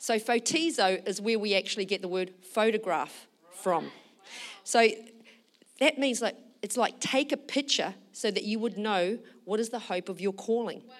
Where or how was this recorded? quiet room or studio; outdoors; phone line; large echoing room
large echoing room